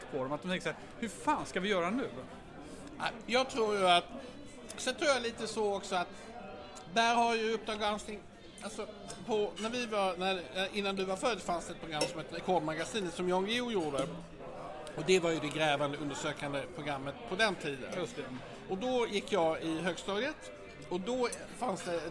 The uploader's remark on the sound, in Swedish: Den enda podcasten som spelas in “live” på Riche.